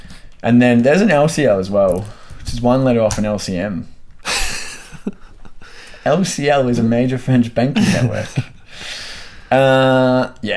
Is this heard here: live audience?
no